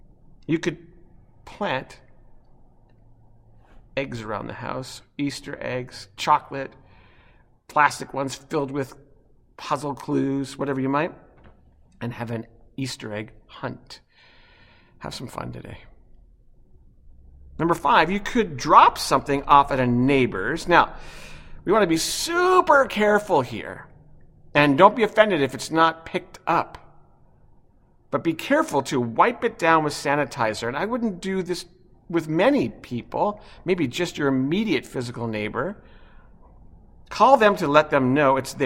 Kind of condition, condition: setting, large echoing room